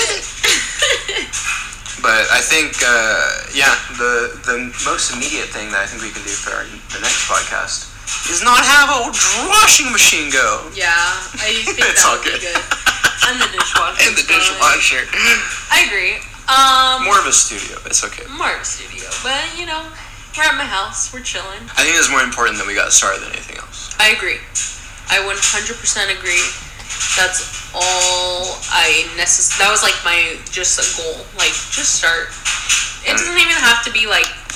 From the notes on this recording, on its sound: I apologize for the dryer noise in the background